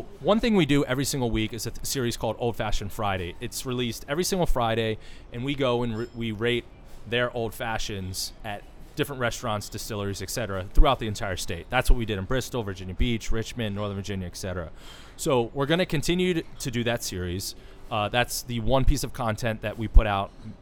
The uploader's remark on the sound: The interview takes place at the Tiki Thai in Reston Virginia.